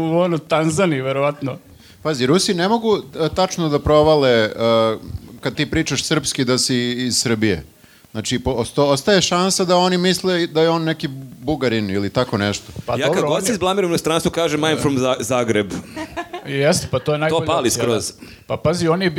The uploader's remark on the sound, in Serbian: Zahvaljujemo se Omladinskom centru Zaječar koji su nas ugostili ovog ponedeljka i omogućili da snimamo live podcast.